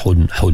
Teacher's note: Hun, hun tu ada gunnah juga kan. Cuma gunnah yang lemah lah. Tidak sampai dua harakat.